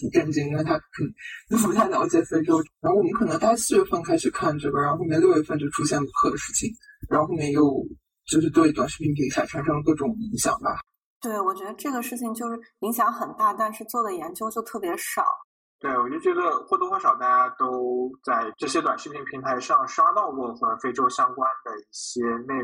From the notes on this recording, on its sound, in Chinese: 本期录音质量一般，大家见谅。